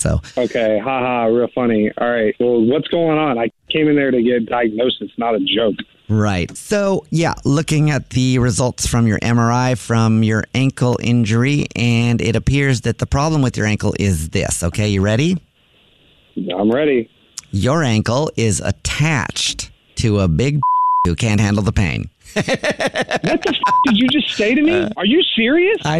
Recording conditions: phone line